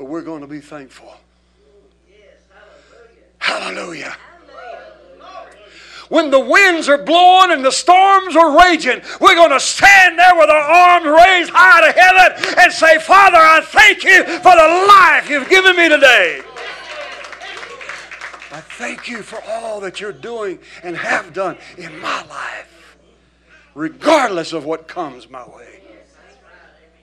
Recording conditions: large echoing room